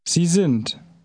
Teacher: The D of sind is pronounced like a T because it is at the end of the word.